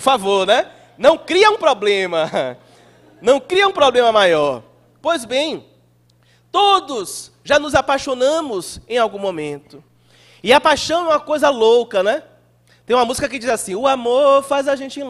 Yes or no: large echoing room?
yes